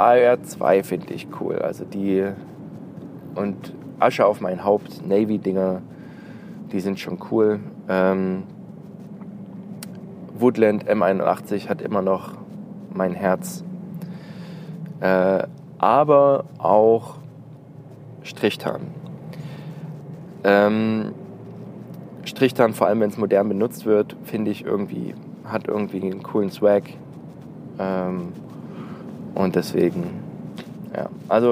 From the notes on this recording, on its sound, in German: Prepared! on the Road - Q&A im Auto.